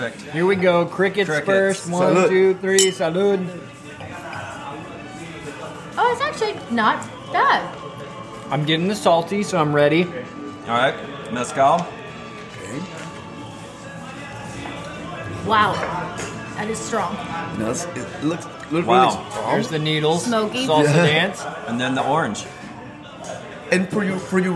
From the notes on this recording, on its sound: record LIVE inside their favorite EPCOT attraction, La Cava del Tequila!